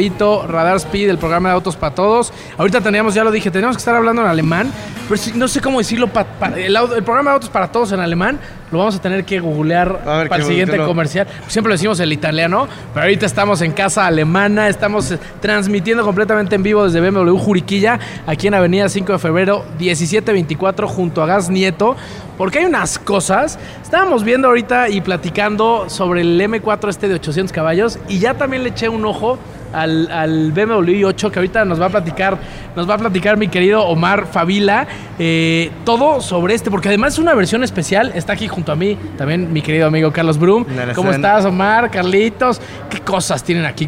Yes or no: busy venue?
yes